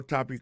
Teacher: accent tonique là tombé sous premier syllabe là